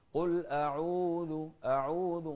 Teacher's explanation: الحرف الواو هذا حرف مدي، قل أعوذ انطلع من الجوف، فنقول قل أعوذ أعوذ، ما نقول قل أعوذ ما انطلع